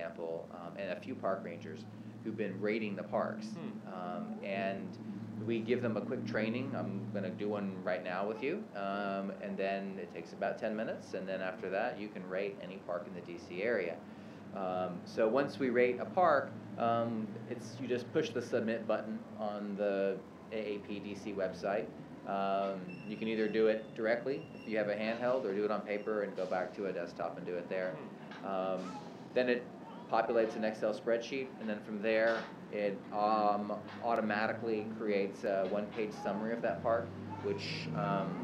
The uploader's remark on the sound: this is my first park podcast.